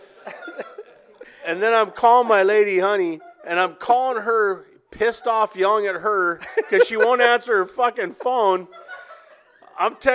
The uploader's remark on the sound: was recorded live in front of an audience